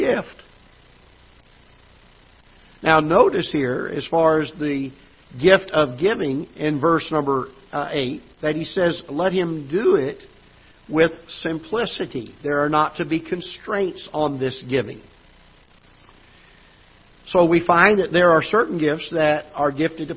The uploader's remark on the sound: Ketha Heights Baptist Church ~ Live Broadcast